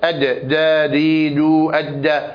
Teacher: ثم الجهر كما بينا في الباء يسمع للجيم زمير من الأوتار الصوتية